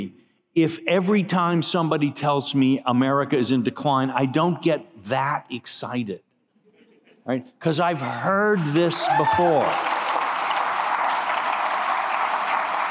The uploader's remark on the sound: keynote address at IWP's Gala on September 28, 2022